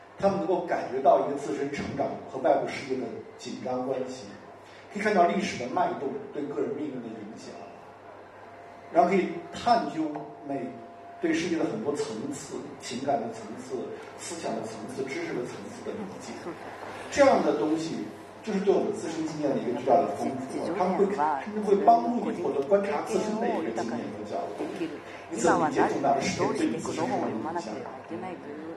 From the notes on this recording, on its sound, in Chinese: 现在就让我们通过声音，进入 “ 这本书 ” 的 分享活动现场吧！